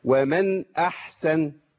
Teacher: النون محتاجة مني زمن، زمن إيه؟ التوسط · أقول ومن أحسن. الحاء إيه ساكنة برضو، والحاء فيها رخاوة · Term: نون ساكنة